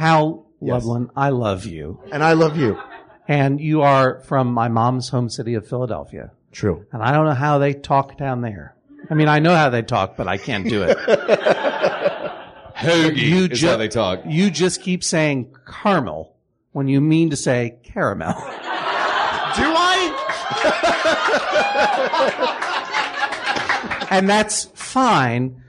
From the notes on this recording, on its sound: Recorded live at (le) poisson rouge in NYC.